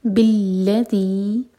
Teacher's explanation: ذال کے لیے زبان اوپر والے دانت پر ٹچ کرے گی اور تھوڑی سی ٹپ باہر ہوگی